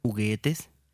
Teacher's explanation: Произношение согласной «г» чуть-чуть ослаблено, так как она находится в середине слова.